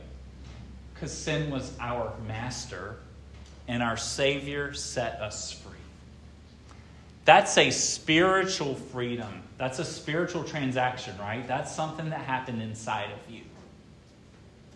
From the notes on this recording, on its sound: This sermon was preached at Hope Fellowship